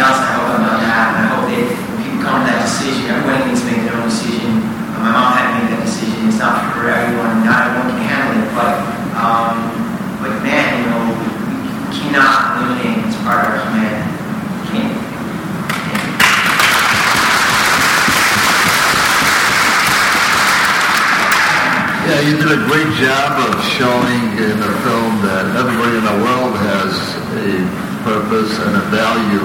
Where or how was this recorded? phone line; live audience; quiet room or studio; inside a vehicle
live audience